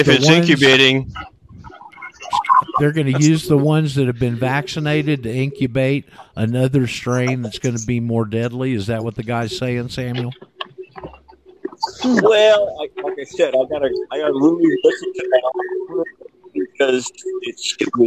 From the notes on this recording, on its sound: called in from the Houston area at the end of today's show